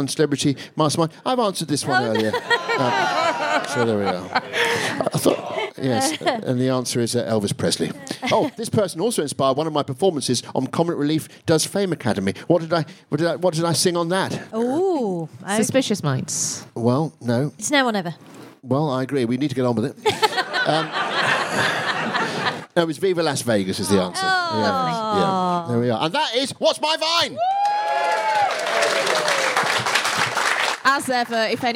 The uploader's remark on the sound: 100 FOB LIVE. Took to the stage. Huge thanks to the brilliant team at The Museum of Comedy for looking after us so well, and to everyone who came to watch us there!